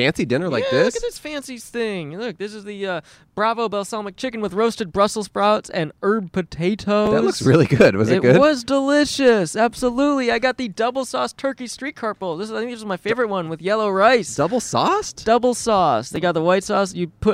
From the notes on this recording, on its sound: Recorded on 9/12/21 in Campus Martius Park in Detroit, Michigan.